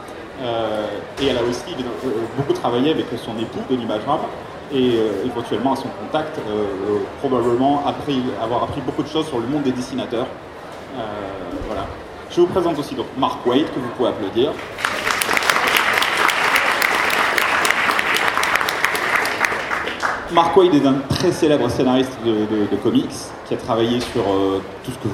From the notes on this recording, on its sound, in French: Seconde conférence du dimanche du TGS 2017. Conférence TGS 2017 : Atelier d'écriture.